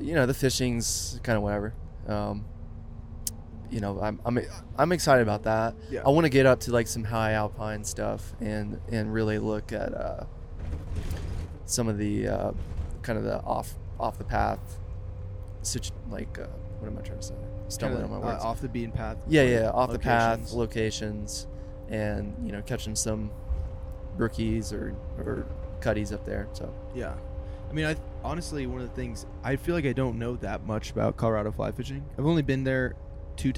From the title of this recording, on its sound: PODCAST IN THE BUS